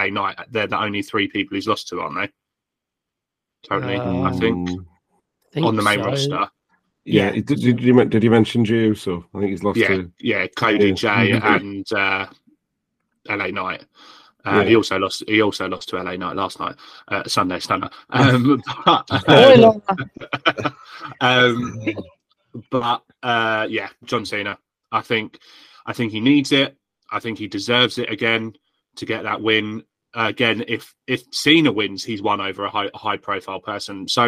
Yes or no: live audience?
no